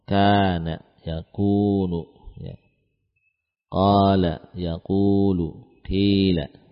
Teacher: mad tabi'i dibacanya dengan tepat dua harokat